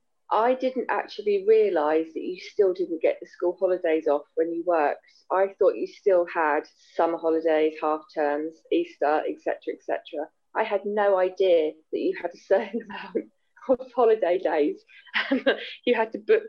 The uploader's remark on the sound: it may sound a little different as we are in lock down so recorded 'virtually' over the internet